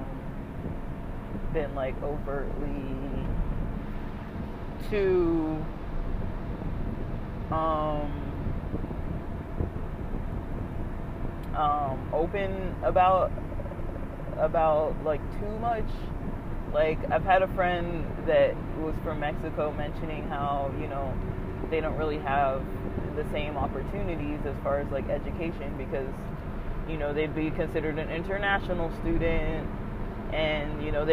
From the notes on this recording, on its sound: this was recorded while driving hence background noise